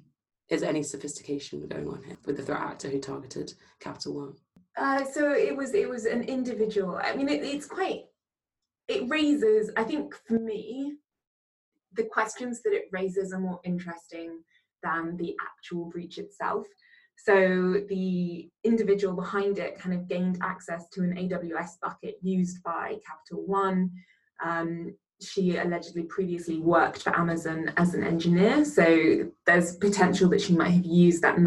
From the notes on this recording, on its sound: Apologies for some audio issues this week - we are working on a fix!